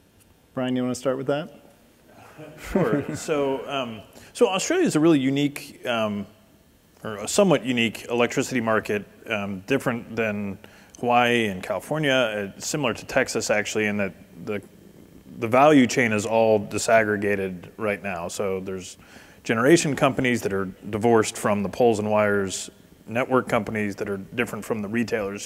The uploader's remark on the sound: The best of live interviews from GreenBiz events.